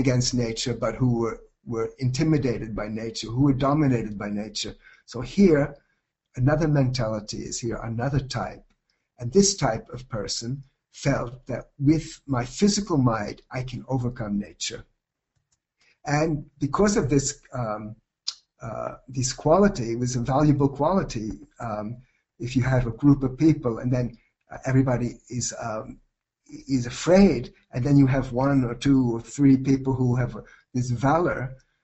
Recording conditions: video call